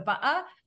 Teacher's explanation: That T that's pronounced like a D between a stressed and unstressed syllable is something that only developed in the United States after most of the colonists had settled here. So British speakers either glottalize, so ba-a